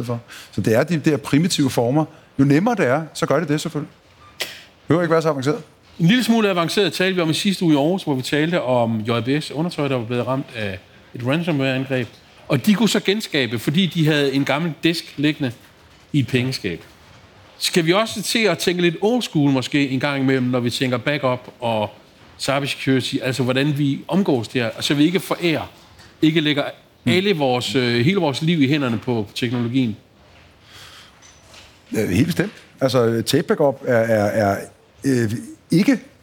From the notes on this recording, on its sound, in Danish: I denne særlige liveudgave af ’True Cybercrime’ gennemgår eksperter på scenen